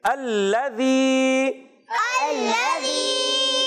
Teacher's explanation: لام کو مشدد رکھیں گے، تھوڑا رک کر ادا کریں گے، زال کی ادائیگی کلیئر رکھنی ہے، زا سے نہیں بدلنا، ایک الف کھینچنا ہے کیونکہ یا مدہ ہے